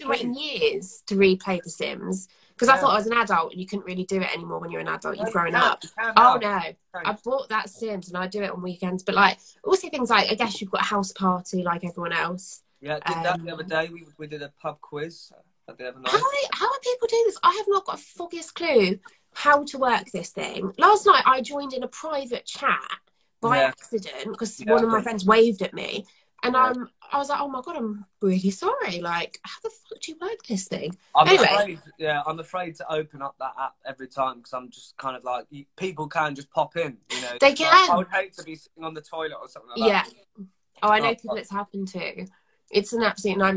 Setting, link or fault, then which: fault, poor sound quality